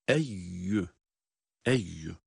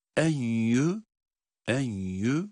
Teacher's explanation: Eyyüha derken genizden eyyü kısmını hecelerini okurken eyyü genizden ses getirmeyeceğiz. Direkt ya harfinin sesiyle okuyoruz. · Shown in: first take